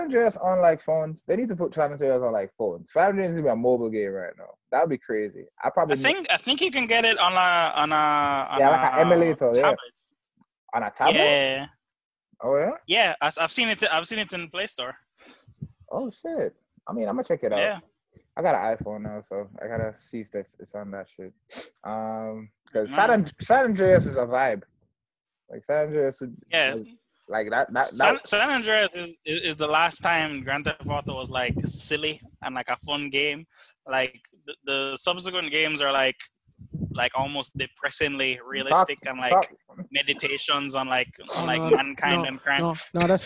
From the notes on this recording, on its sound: Do a zoom call to test out part on of social distancing podcast life.